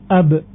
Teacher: Adapun ba adalah bertemunya bibir atas dan bawah.